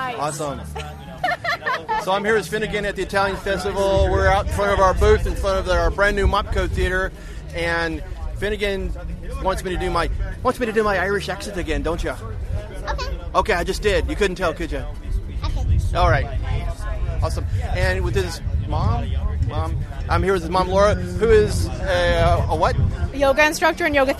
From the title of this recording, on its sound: The Italian Festival 2016 in front of the New Performance Space!